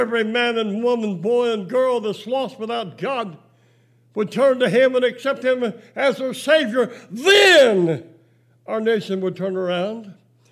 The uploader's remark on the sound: Preached July 5, 2020 at General Baptist Church God's House of Prayer in Fairborn, Ohio.